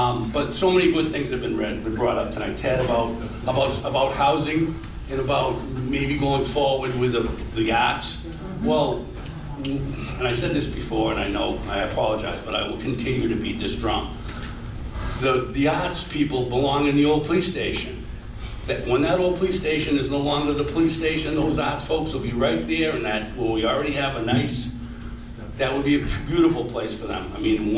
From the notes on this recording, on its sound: This session of the radio show shares the audio for the Davis Thayer Reuse Committee meeting held on Tuesday, August 15, 2023 in the Council Chambers.